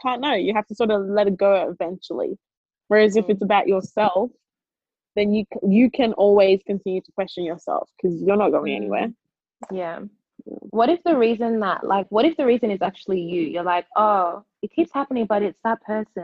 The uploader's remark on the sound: As Sydney remains in lockdown we bring you another zoom version of the podcast express episode.